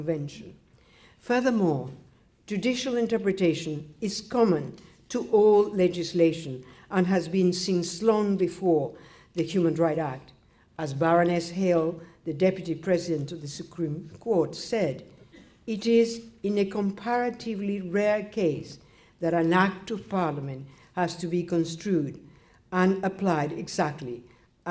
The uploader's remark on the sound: Birkbeck Annual Law Lecture 2015 (audio recording of lecture)